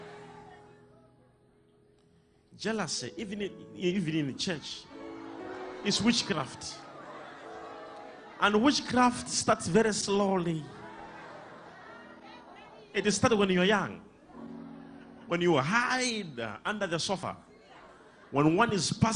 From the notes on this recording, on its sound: LIVE SUNDAY SERVICE